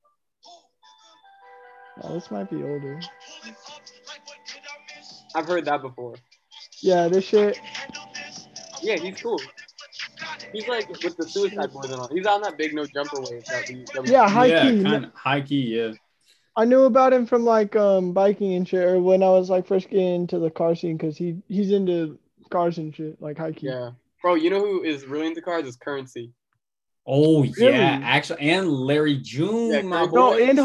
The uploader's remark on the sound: hop on Zoom